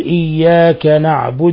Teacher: فتحة الكاف في إياك ينبغي أن تسرع اللفظ بها بعد الألف ولا تتلوم وتتوقف فتصير وافية ممططة